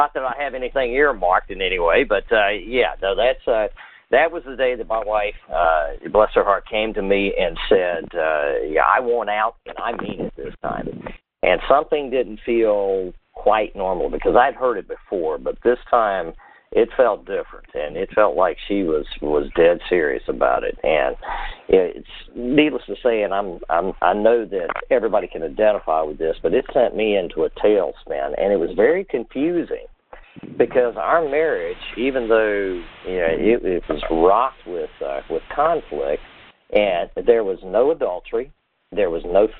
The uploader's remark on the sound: CONFERENCE CALL